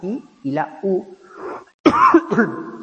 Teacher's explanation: Y luego tenéis la I y la U, que son vocales cerradas.